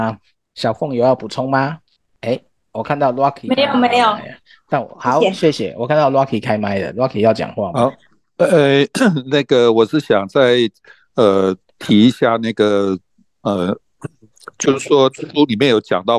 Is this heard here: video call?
yes